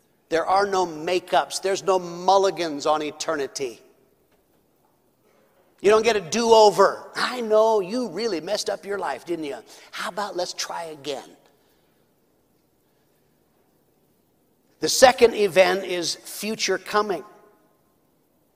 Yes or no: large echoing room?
yes